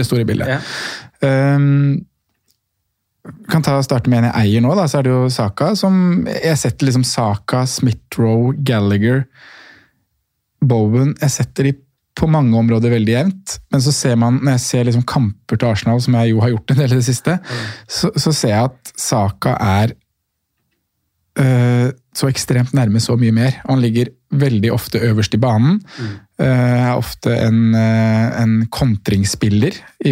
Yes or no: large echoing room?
no